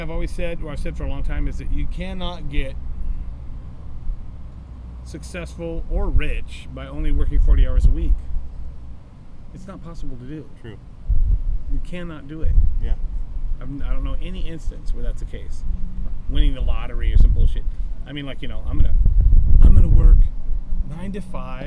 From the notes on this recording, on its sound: We met up at the Hawthorne Theater in Portland Oregon and interviewed between 2 vans outside.